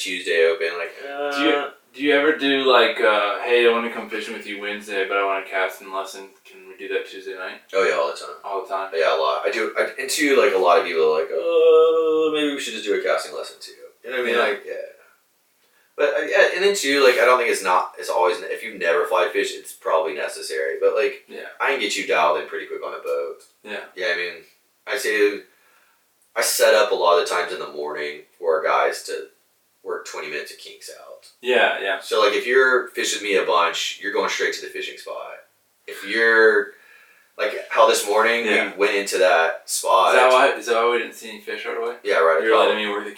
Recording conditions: poor microphone